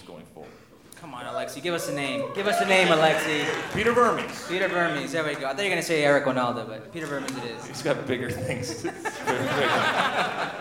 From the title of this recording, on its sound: Live in NYC